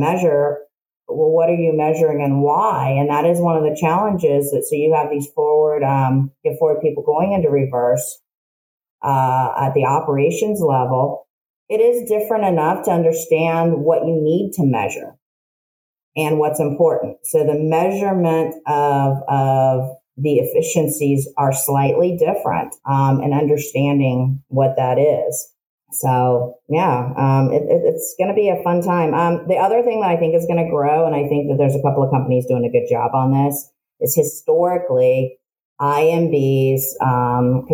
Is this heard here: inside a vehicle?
no